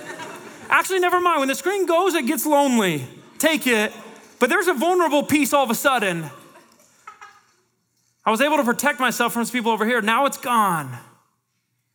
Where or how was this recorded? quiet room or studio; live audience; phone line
live audience